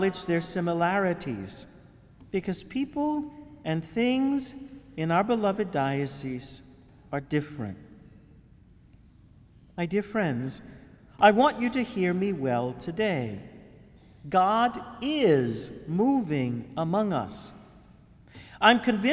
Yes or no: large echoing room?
yes